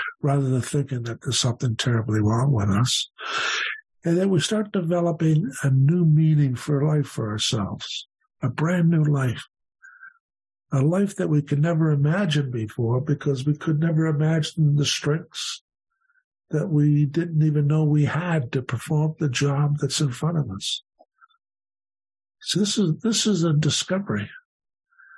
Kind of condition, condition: link, video call